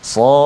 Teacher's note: Tak ada qalqalah dal tu